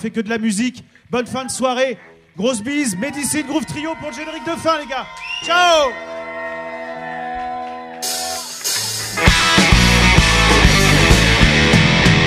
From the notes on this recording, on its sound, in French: diffusÃ© en vrai direct depuis Le Barde Atomique